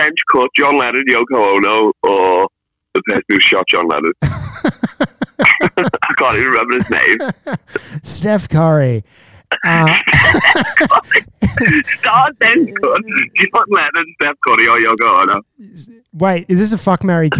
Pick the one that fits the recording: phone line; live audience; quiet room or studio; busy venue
phone line